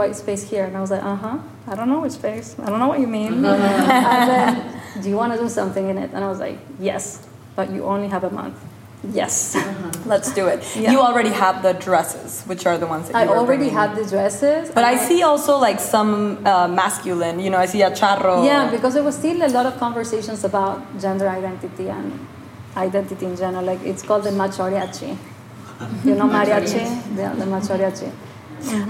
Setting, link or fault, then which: setting, live audience